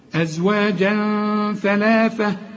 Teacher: تنوين بعد الثاء في غنة، الثاء من حروف الإخفاء